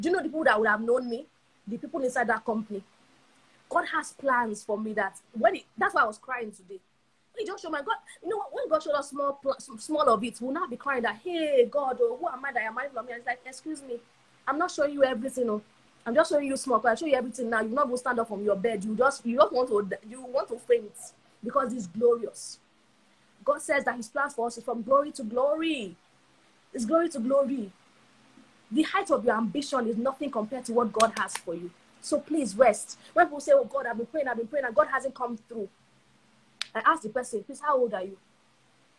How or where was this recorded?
video call